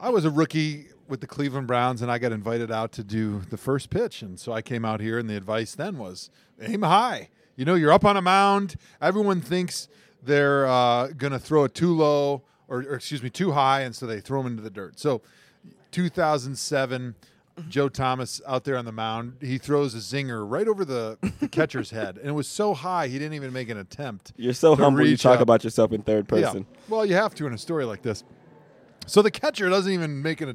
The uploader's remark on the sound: Live at the Cleveland Indians game.